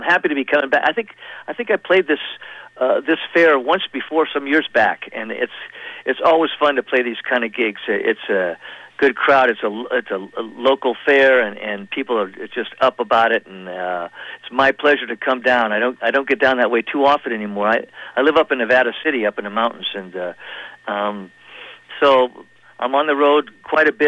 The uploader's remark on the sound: Chats on the phone. On the eve of The Redwood Mountain Faire weekend.